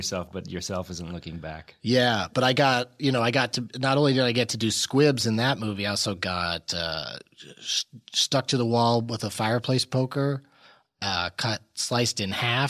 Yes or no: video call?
no